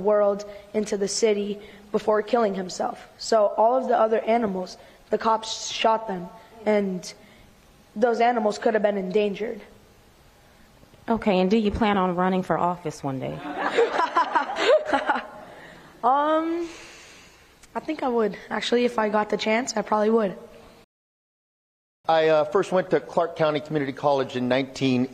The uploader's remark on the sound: Highlights from a community listening event put on by The Nevada Independent and Vegas PBS . The event, which is the latest installment of The Nevada Democracy Project, was held at the College of Southern Nevada’s West Charleston Campus and garnered comments from people ages 8 to 80 and from all walks of life.